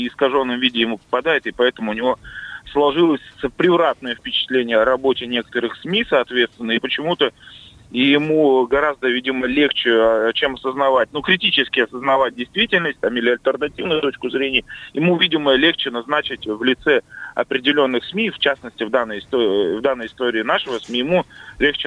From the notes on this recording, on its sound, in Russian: По телефону